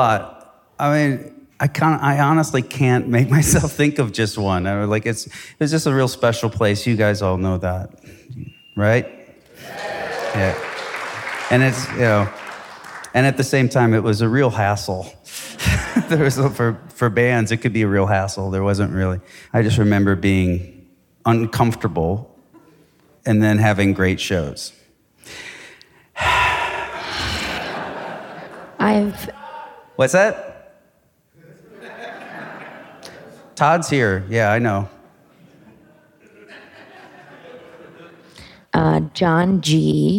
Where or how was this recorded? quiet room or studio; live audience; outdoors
live audience